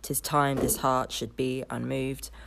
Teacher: The stanzas, the four line stanzas, are in iambic tetrameter for the first three lines of each stanza. So that's four pairs of iambs, so unstressed, stressed.